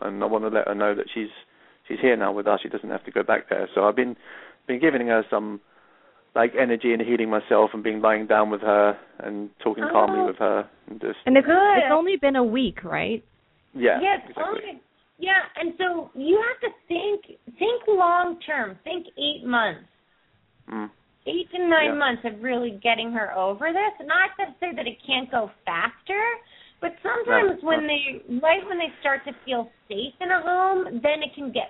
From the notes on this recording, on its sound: Open up the lines for listeners to call.